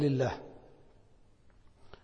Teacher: ويعود إلى ترقيق إذا سبق بكسرة كقولك لله